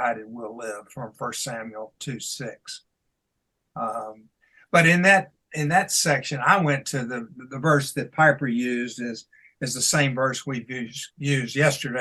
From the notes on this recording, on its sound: made an additional recording on Zoom